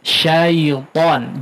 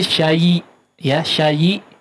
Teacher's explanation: Huruf lin itu dibacanya mudah ya. Jangan ada ya hidup di situ. Cuma nempel saja ya. · Shown in: first take · Syaiton. Jangan jadi syai ya, syai.